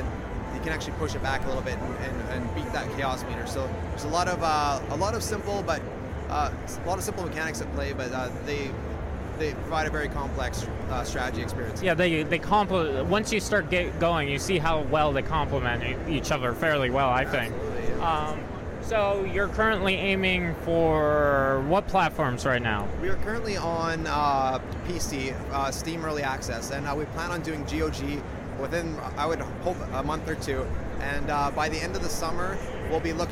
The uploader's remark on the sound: This is the first of many audio interviews I did while at PAX East 2017.